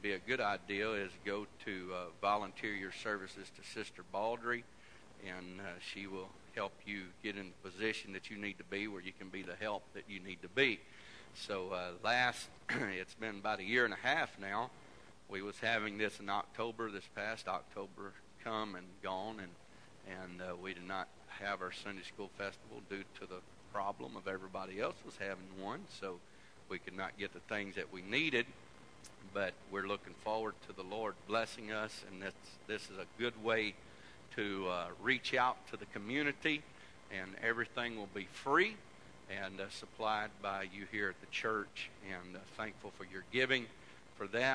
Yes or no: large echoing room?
yes